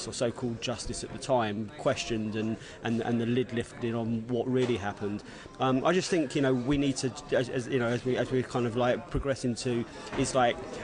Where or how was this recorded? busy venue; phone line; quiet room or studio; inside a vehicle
busy venue